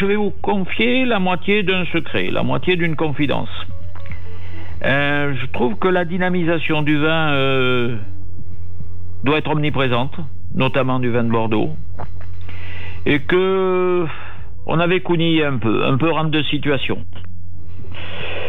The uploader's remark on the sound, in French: Malgré le confinement, FLIRT est réalisé par téléphone.